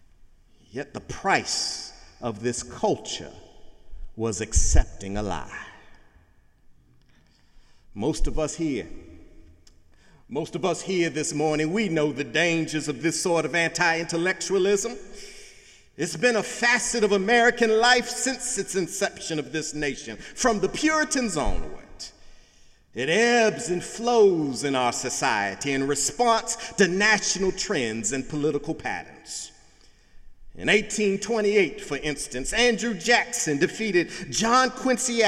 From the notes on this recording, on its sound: Sunday sermon September 3, 2017 in the Memorial Church of Harvard University